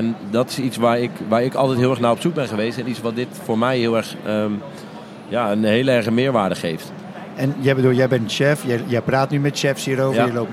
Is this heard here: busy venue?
yes